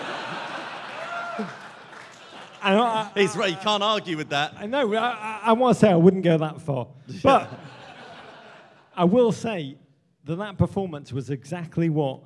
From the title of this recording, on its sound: Live at the British Embassy in Washington D.C.